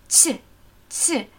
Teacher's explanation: dieses T juckt überhaupt nicht, summt nicht, ist nicht hart. T, T, weich und aromatisch.